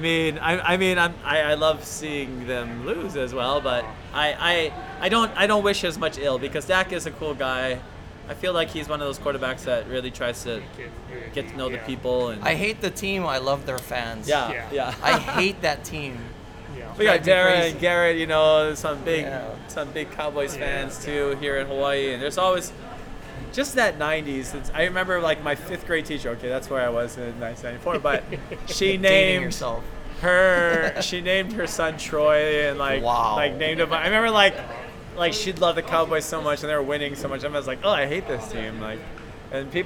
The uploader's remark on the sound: The boys come together to do the show live at Agave & Vine in Ala Moana Center.